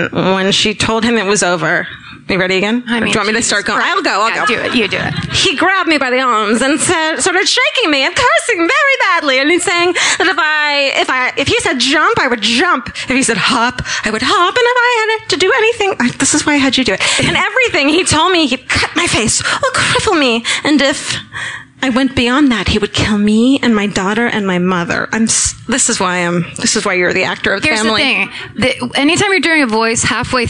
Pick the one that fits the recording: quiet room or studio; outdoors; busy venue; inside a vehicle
busy venue